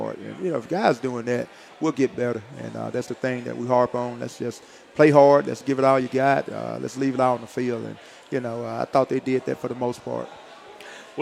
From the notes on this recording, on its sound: Recorded live from Walk-On's Bistreaux & Bar.